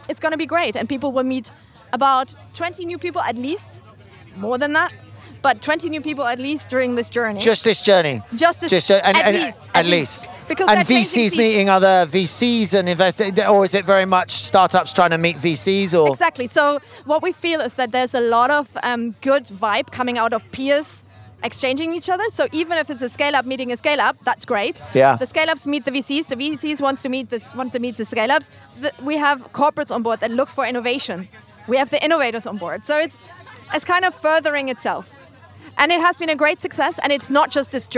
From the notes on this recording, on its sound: Recorded live on a Eurostar from London to Paris